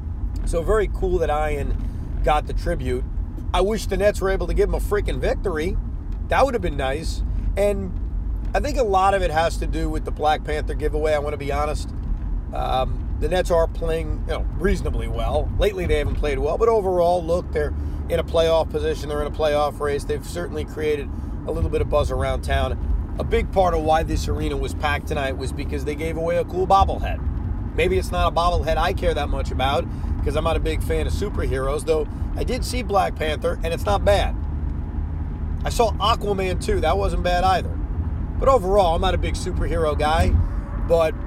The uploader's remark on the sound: While driving home from Barclays Center.